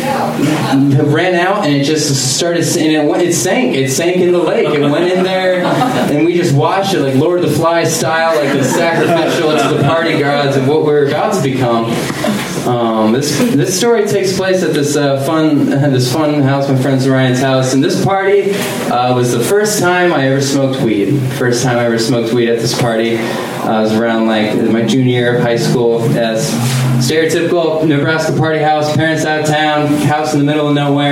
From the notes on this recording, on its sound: Live from Genuine Joe's